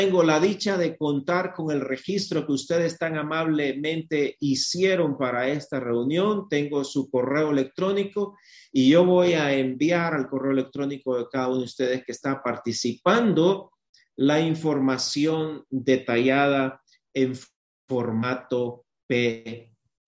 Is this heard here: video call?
yes